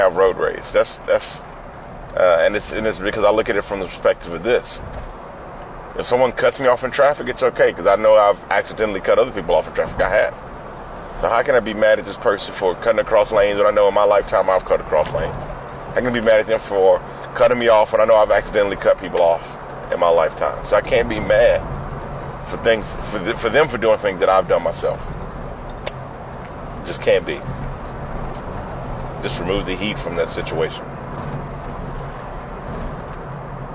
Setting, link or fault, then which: setting, inside a vehicle